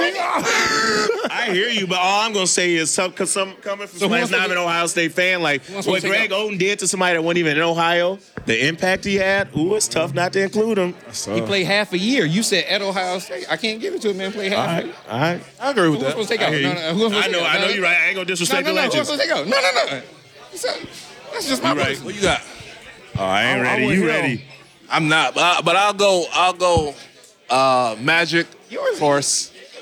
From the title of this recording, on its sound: LIVE FROM OVER UNDER